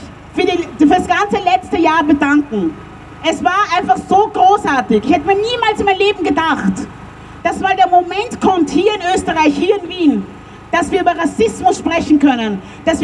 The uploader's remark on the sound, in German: O-Ton] Black-Lives-Still-Matter-Demo am 5. Juni 2021 in Wien.